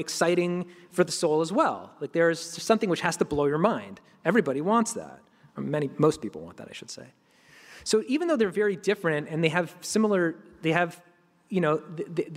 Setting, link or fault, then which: setting, live audience